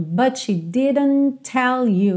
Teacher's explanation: Claro que o T do didn't vai juntar com o T do tell